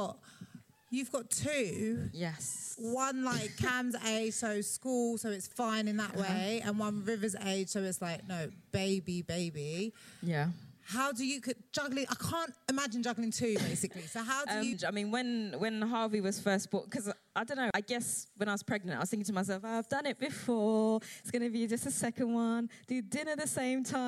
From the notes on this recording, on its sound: Part 1 of 'Badass Mums Live' at the Roundhouse